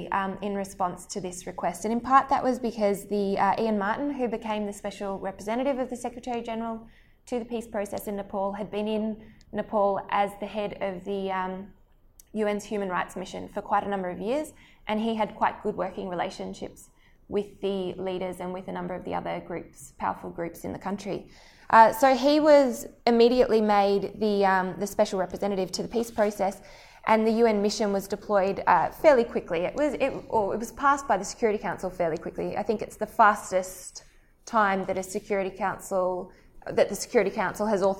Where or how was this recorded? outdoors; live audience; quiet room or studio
live audience